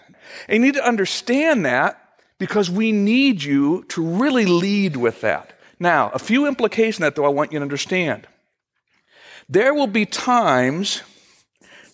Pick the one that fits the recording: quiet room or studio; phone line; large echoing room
large echoing room